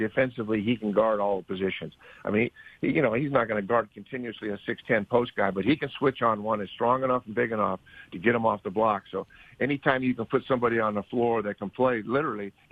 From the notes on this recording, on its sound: Over the phone. Joined us in studio.